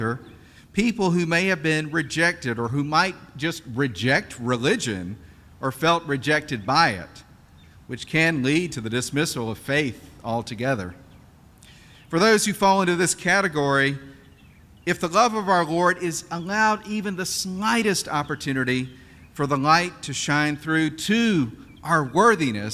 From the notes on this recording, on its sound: This Sunday, Our Savior worshipped outdoors for the annual Blessing of Animals.